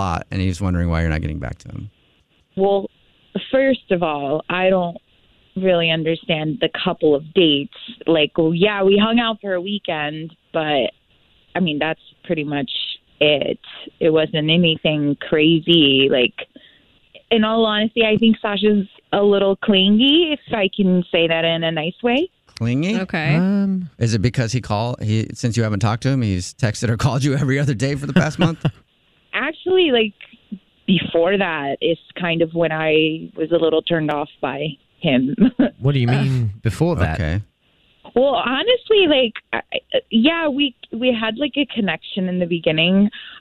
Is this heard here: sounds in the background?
no